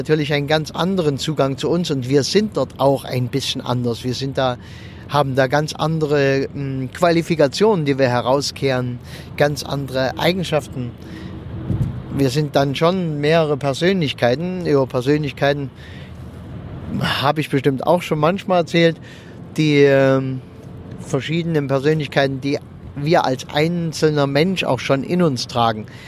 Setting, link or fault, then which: setting, inside a vehicle